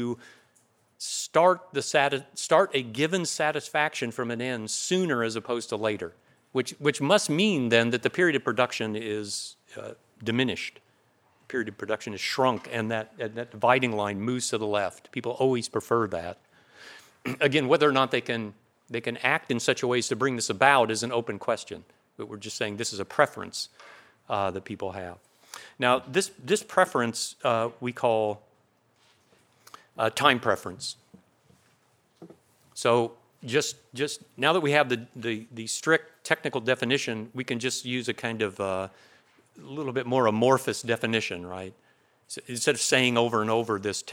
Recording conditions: large echoing room